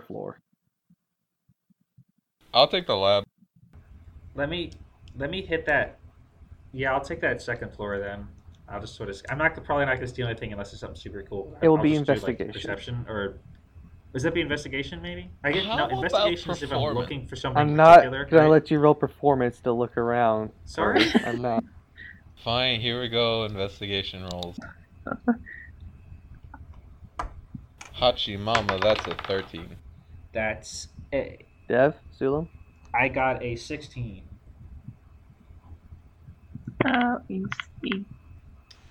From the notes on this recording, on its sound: We recorded this at 1 AM and somehow the cursed time double cursed our audio.